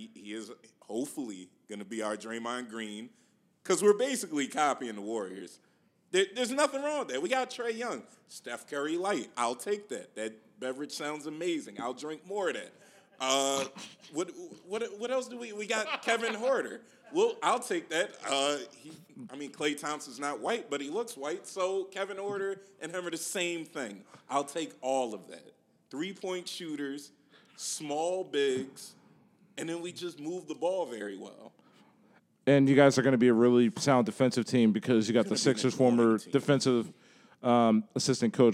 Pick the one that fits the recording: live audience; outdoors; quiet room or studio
live audience